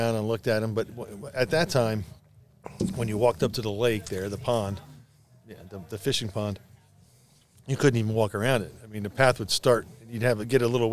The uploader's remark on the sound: We sat outside while sipping beers. I enjoyed a wonderful early spring evening.